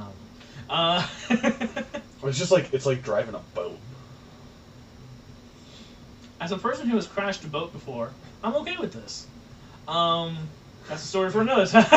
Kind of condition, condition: fault, poor sound quality